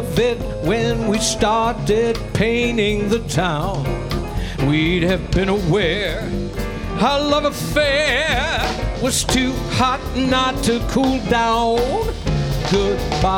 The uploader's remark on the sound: Live at the South Point Casino